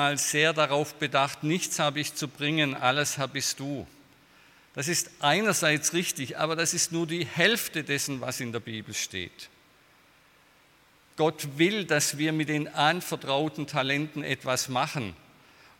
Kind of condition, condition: setting, large echoing room